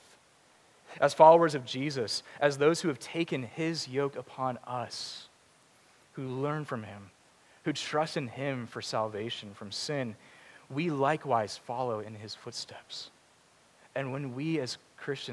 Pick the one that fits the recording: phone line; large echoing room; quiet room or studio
large echoing room